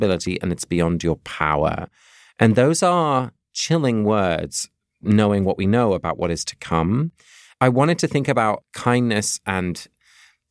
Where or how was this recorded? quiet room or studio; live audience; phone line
quiet room or studio